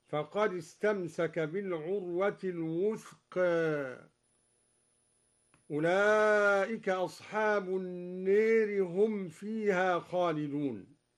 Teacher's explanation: قرأ الدوري بتقليل الوثقى وإمالة ألف النار